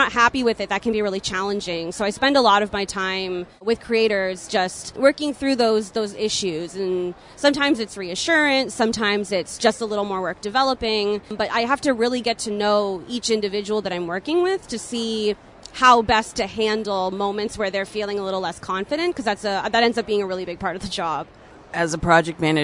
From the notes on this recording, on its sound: recorded at Toronto Comicon